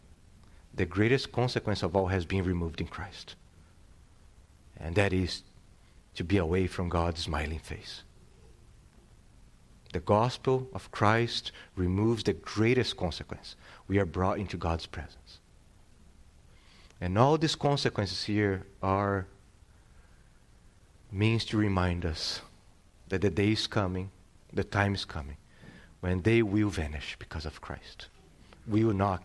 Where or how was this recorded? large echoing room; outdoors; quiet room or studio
large echoing room